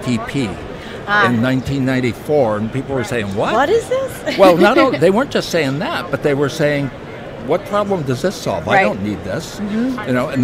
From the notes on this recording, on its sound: LIVE From #HIMSS17